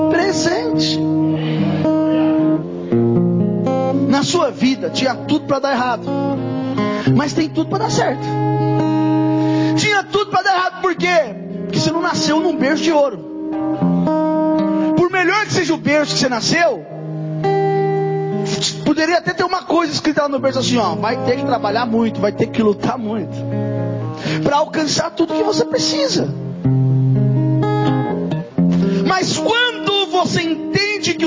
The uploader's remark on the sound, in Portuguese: Mensagem gravada em 28/01/2024 - Culto da Família